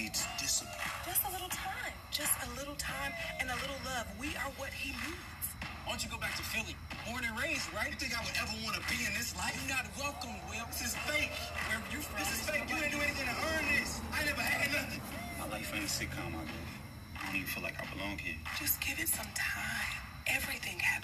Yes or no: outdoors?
yes